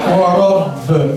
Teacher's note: باء حرف مشدد موقوف عليه مع القلقلة